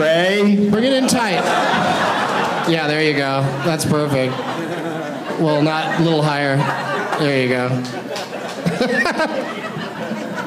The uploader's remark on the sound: Live from Wise Guys in Salt Lake City